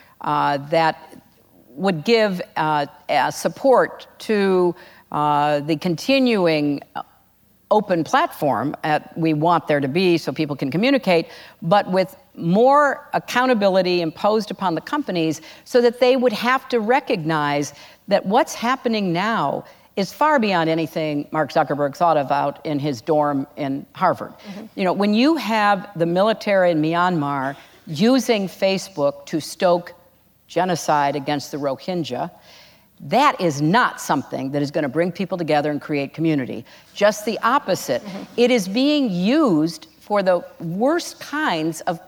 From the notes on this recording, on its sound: In front of a live audience at the 92nd Street Y in New York City.